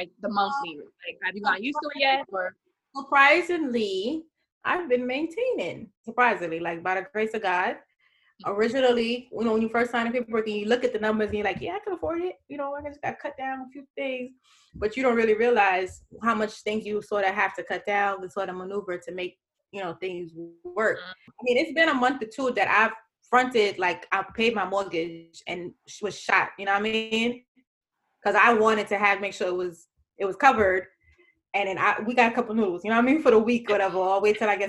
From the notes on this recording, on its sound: Please excuse the sound quality